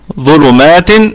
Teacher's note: الضاء في الدرجة الثالثة من درجات التفخيم لأنه مضموم وليس بعده ألف، ونراعي ترقيق اللام التي تلت حرف الضاء، فما قلش ظلو ظلو، لا نقول ظلو.